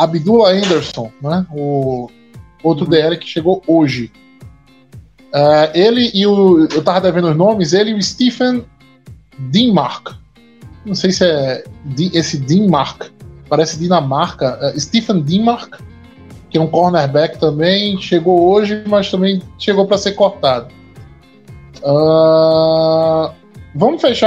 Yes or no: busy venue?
no